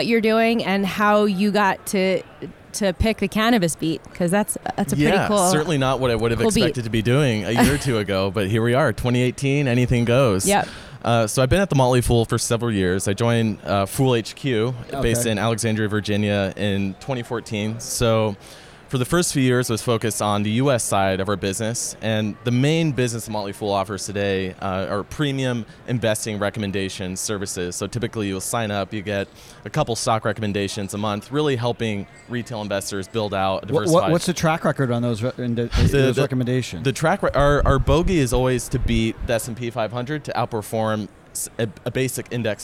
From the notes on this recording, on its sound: Special broadcast from the floor of the Marijuana Business Conference in Las Vegas. Took to Podcaster’s Row to chat with a number of guests.